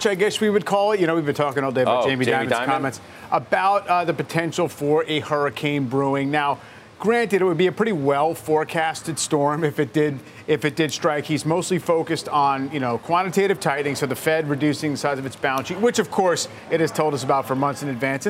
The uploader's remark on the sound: A fast-paced look at the after-hours moves and late-breaking news live from the New York Stock Exchange.